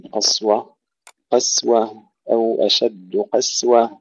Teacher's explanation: فهي أيضا ننتبه إلى تحقيق كسر الهاء إلا عند القراء الذين يسكنونها، فهي كالحجارة مع ترقيق الجيم، أو أشد قسوة، وهنا أيضا يكثر الخطأ في تفخيم السين، قسوة قسوة، أو أشد قسوة، ترقيق السين، الانتقال من تفخيم القاف إلى ترقيق السين يجب أن يكون صحيحا وسريعا